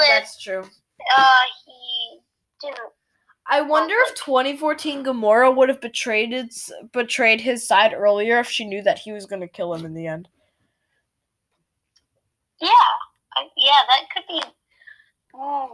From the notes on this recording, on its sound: Sorry if there is any bad audio!